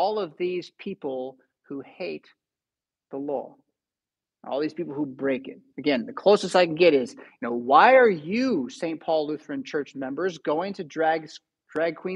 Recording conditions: large echoing room